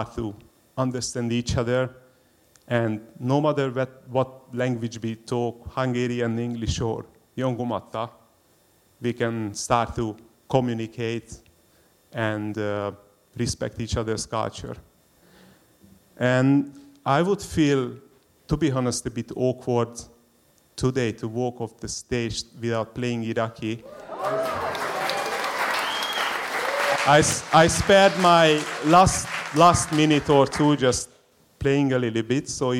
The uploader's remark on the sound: SPUN: True Stories Told in the Territory is a live storytelling event that showcases some of the extraordinary people and stories that make up the Northern Territory.